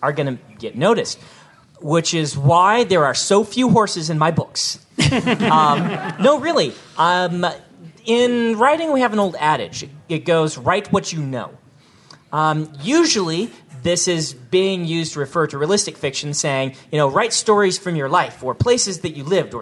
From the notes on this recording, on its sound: Recorded live at CONduit in Salt Lake City.